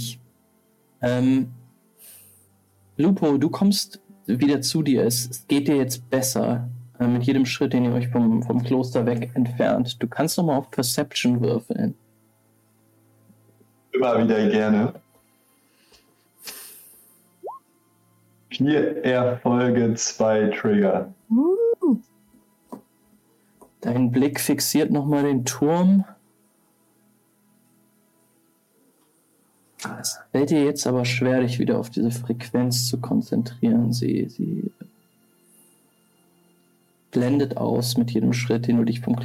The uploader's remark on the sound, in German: Sorry für die Sound-Issues